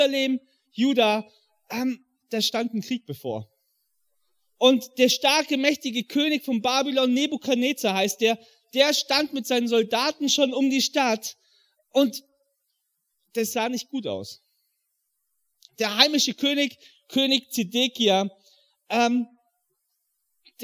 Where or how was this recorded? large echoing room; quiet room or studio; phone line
large echoing room